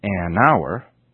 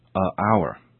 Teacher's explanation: also use the article an, because the h isn't pronounced · Shown in: first take